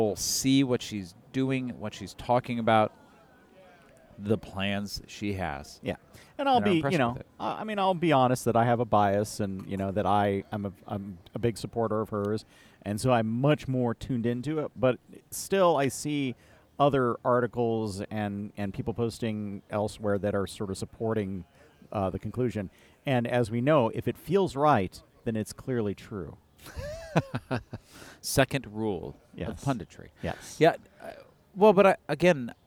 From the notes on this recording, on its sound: it was great weather to be in Half Acre’s Balmoral beer garden.